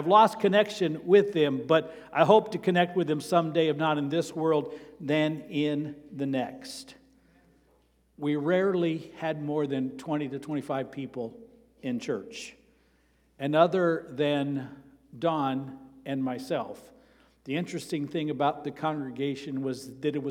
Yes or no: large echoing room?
yes